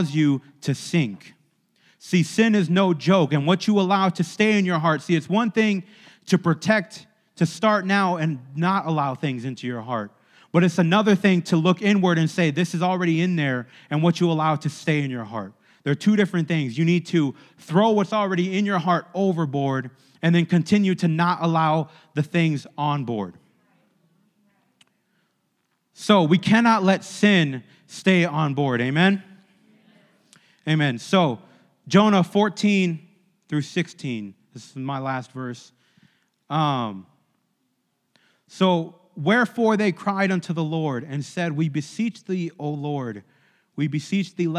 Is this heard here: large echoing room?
yes